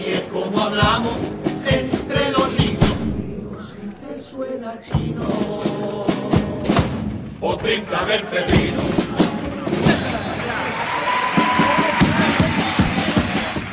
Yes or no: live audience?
yes